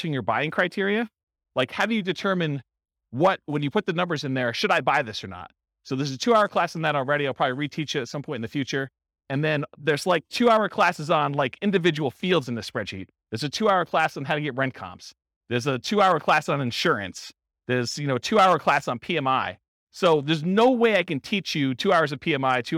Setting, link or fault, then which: setting, live audience